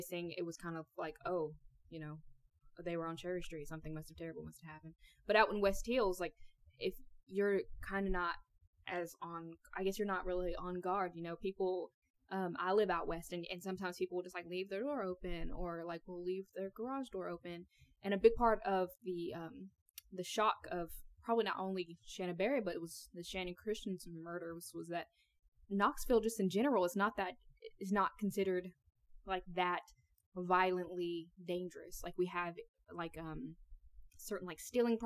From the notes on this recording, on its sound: the sound quality which we are working